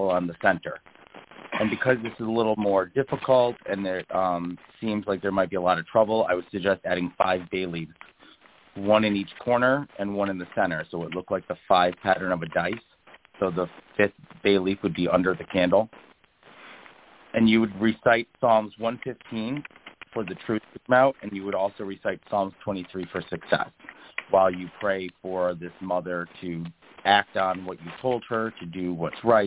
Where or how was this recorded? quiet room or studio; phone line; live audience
phone line